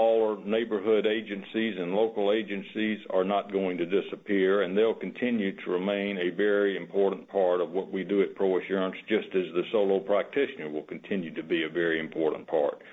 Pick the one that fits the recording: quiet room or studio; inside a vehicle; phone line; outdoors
phone line